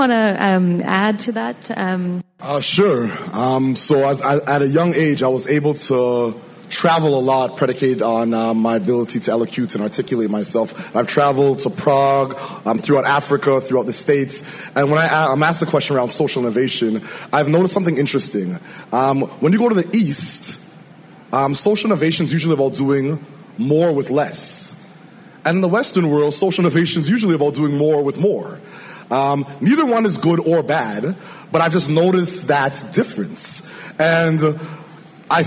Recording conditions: live audience